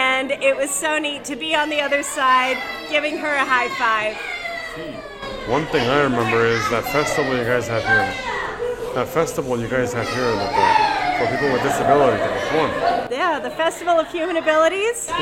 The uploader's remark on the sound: This is a video episode, which was recorded on location at the Aquarium of the Pacific in Long Beach, California.